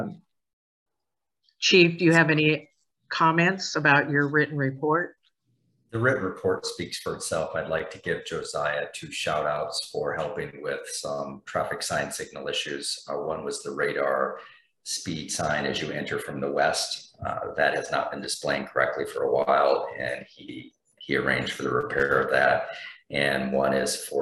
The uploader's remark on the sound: University Heights City Council Meeting of January 10, 2023 was held on Zoom.